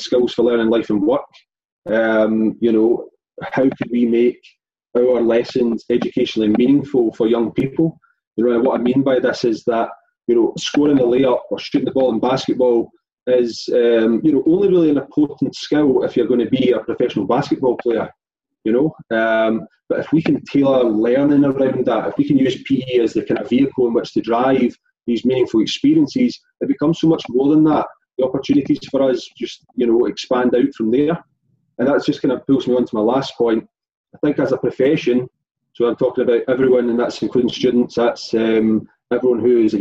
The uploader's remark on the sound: Our second live webinar.